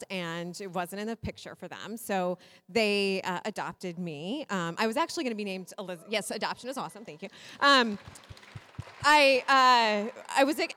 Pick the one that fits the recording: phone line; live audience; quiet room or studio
live audience